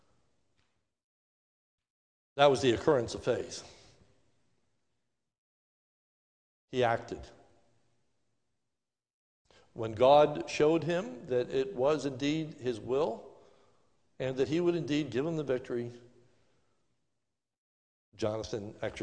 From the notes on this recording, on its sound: This is a sermon recorded live at the Lebanon Bile Fellowship Church in Lebanon, PA on 09/27/2020 during the morning service